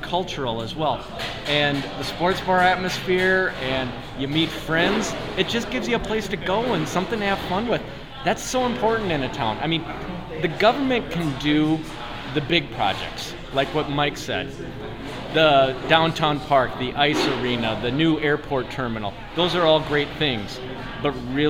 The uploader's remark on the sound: Live At Labbie's Sports Bar & Grill